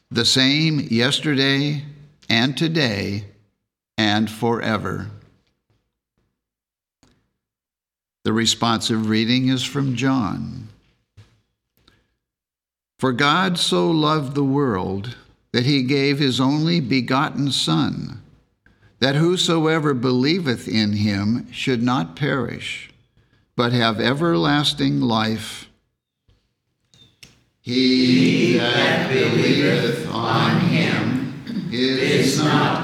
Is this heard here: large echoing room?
yes